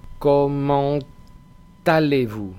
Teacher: Pero si después va una palabra que empieza por vocal o H, la mayoría de las H's, entonces se pega la T a la palabra siguiente. Es decir, sonará algo así como comment allez-vous. · Term: liaison